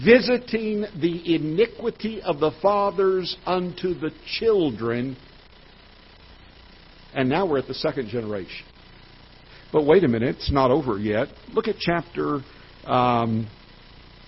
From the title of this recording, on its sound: Ketha Heights Baptist Church ~ Live Broadcast